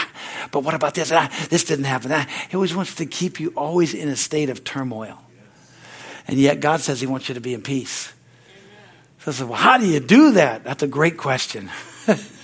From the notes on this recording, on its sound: From the Wednesday service on September 20, 2023 at Harvest Bible Church in Stockton, California. Is from the Wednesday service.